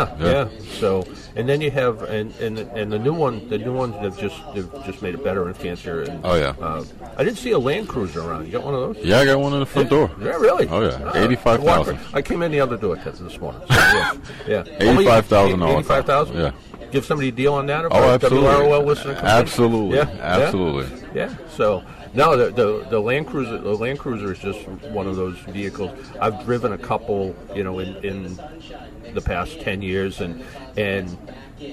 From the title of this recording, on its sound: Live from Expressway Toyota